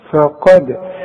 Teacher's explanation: ورجع لي شفايفك على هيئة ابتسامة عشان الفا، وبعدين القاف مفخمة